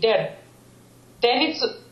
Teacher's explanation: But if you roll it like slightly like der, if you do like not a real r, but like a D, you just touch with the tongue once. Like a D, der. · Term: roll it just once